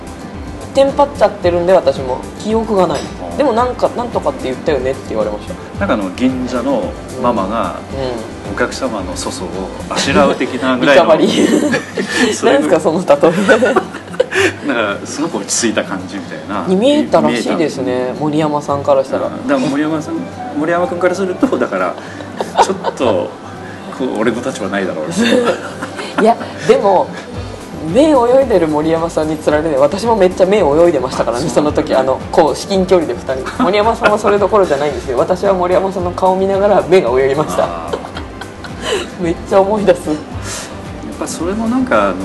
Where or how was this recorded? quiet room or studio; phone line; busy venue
busy venue